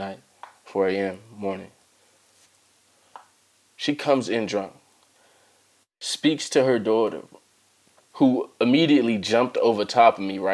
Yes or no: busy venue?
no